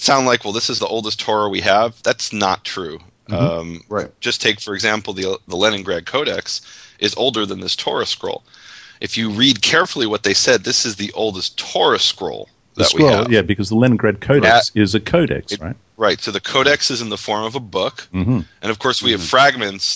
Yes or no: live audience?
no